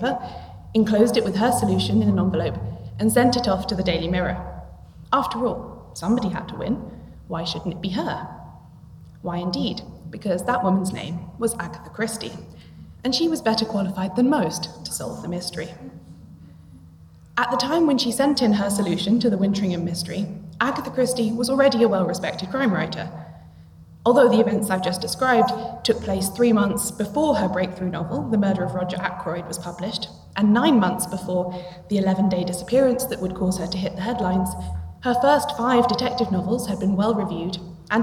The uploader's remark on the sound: This live episode of Shedunnit was recorded at the 2022 International Agatha Christie Festival in Torquay.